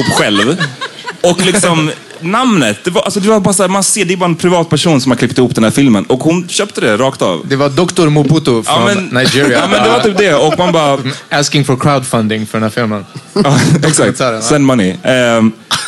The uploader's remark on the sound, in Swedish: Denna vecka släpper vi vår livepod som spelades in live på Haymarket i Stockholm. Allt som allt så satte vi oss på en söndag efter en najs brunch och hade ett kul samtal framför några som var...